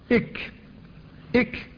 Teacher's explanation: كذلك أصل اللسان فيه مخرج آخر وهو للكاف، ولكنها أسفل من مخرج القاف، لكن مخرجها أسفل من مخرج القاف